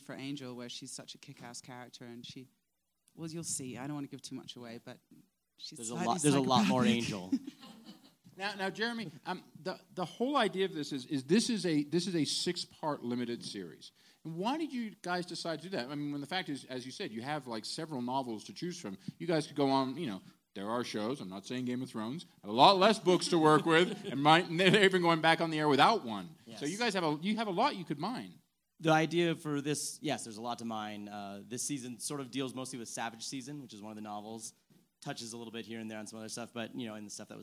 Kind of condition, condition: setting, live audience